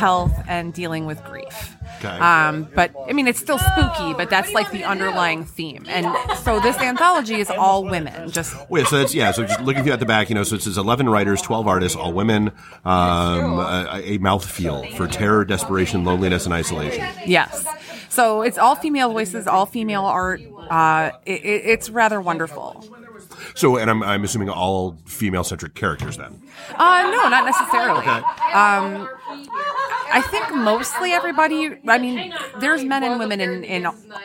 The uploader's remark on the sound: Live from Nexus 419. We are back with a live episode from the awesome new shop Nexus 419 just outside of Toledo!